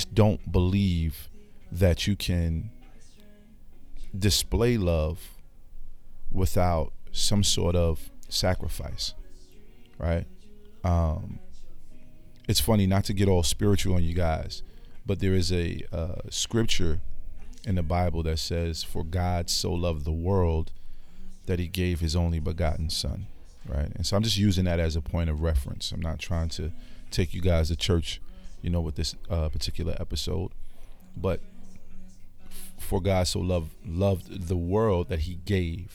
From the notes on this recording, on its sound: This episode was recorded at my local Panera Bread over black mango tea.